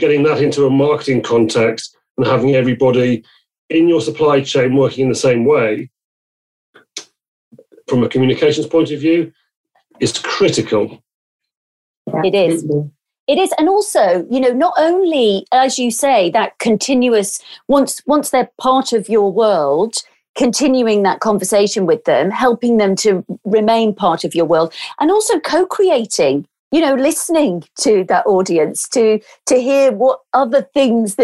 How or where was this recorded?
video call